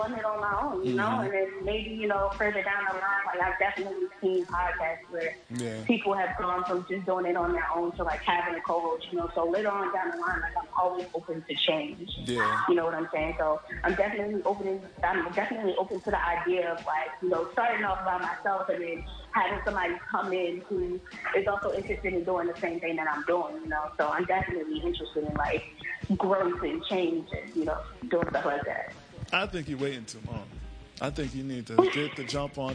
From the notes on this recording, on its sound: Phoned.